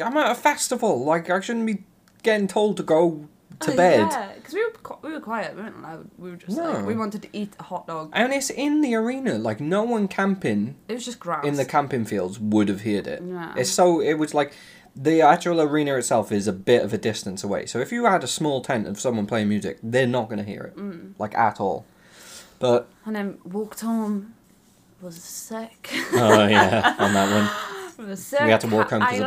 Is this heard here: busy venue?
no